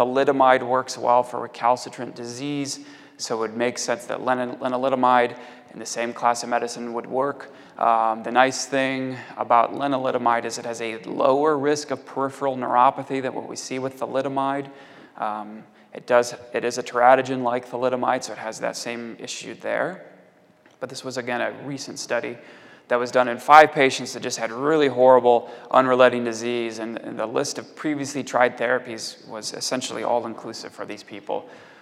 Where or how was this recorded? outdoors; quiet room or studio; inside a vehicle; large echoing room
large echoing room